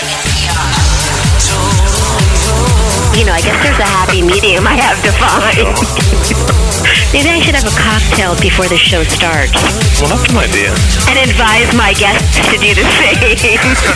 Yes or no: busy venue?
yes